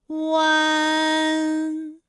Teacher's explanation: 乌安的发音的时候呢，是从圆唇的后高元音乌开始，口型迅速的由合口变为开口状，舌位向前迅速滑降到不圆唇的前低元音啊的位置呢就开始升高，发啊后软腭下降，逐渐将鼻音色彩增强，舌尖迅速移到上齿龈部，最后抵住上齿龈，发出鼻音呢的状态。看啊，大家感受一下从合口改为开口状的状态，弯，是不是先从合口，然后最后变成了一个开口的状，然后最后尾音的时候呢，是要到达一个鼻腔，发出一个鼻音呢的状态，弯，哎，它就发完整了。好，大家依然跟我来读一组词啊，贯穿，贯穿，软断，软断，酸软，酸软。好，我们继续再来发吁安的音。发音的时候呢，由圆唇的后高元音吁开始，向前低元音啊的方向滑降，舌位只降到前半低元音 i 略后的位置就开始升高，发 i 之后呢，软腭下降，逐渐增强鼻音色彩，舌尖迅速移至上齿龈